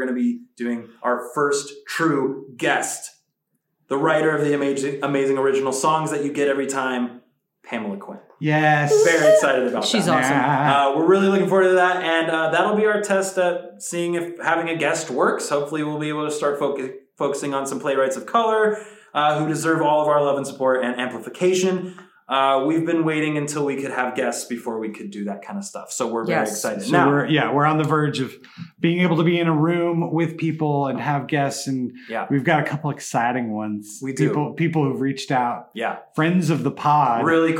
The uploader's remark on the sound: recorded from an ACTUAL theater space in Hollywood (forgive the poor audio quality)